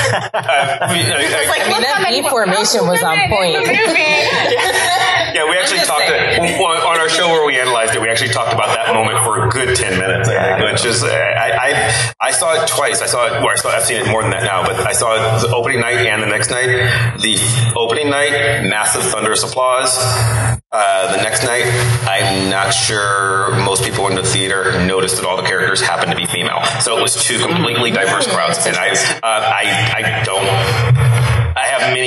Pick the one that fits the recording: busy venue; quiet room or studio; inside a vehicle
busy venue